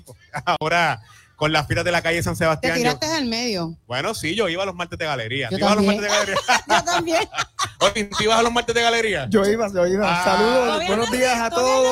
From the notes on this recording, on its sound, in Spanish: EN VIVO desde Las Fiestas de la Calle San Sebastián